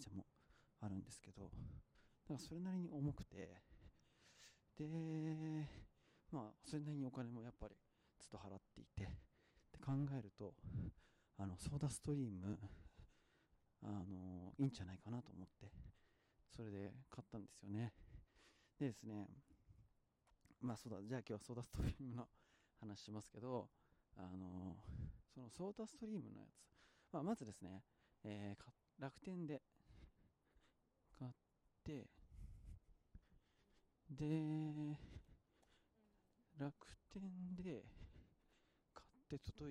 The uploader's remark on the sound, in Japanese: 野外収録のためさまざまな騒音が入り込みますのでご注意ください。